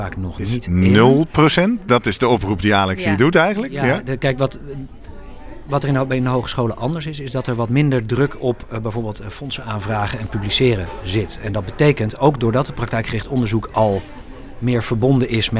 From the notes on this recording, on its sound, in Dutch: We waren live vanuit Leiden vanaf het moment dat deelnemers de deur uitgingen om 07:00 tot het einde van de congresborrel rond 17:30. Live updates vanuit het SIA-congres.